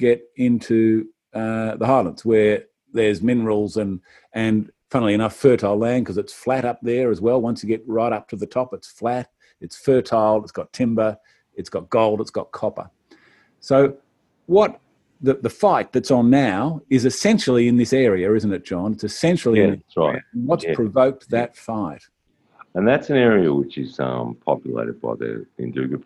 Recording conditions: video call